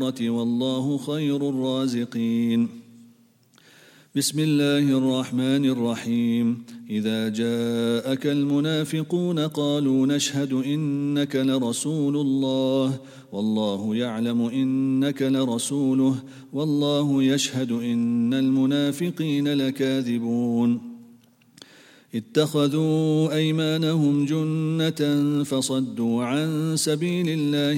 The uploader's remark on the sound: at the Houghton Masjid (West Street)